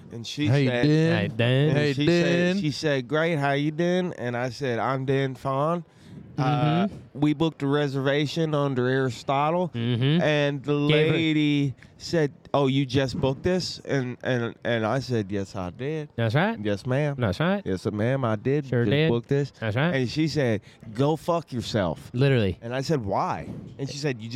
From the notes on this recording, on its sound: Live from the Dallas Golf Show. Live from the DFW Golf Show.